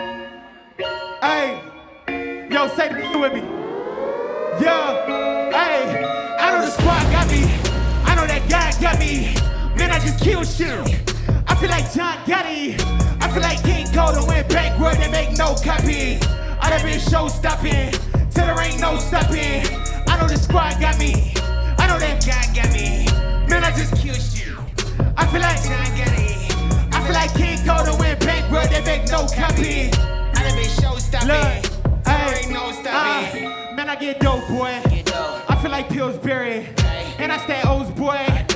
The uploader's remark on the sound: performance burning up the Pioneer stage at the Chreece hip-hop festival in Indianapolis on August 24th, 2019